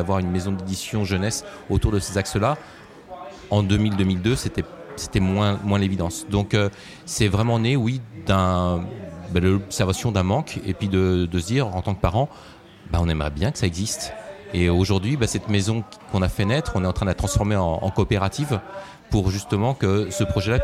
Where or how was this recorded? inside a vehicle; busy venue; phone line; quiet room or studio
busy venue